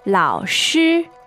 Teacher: Tones there are? Third and first.